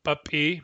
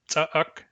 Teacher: papi and tsa'ak have so-called glottalized obstruents. The p and the t are obstruent sounds.